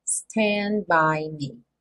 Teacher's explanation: Então, no final do stand, eu teria um D, que é aquela consoante oclusiva. Mas, quando eu junto stand by, esse D não acontece. Porque do N, eu tô com a língua no sal da boca para fazer o N, stand, eu já fecho os lábios para fazer então o B do by.